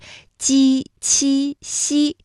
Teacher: 舌面的前部和硬腭前部接触或者是接近，构成了阻碍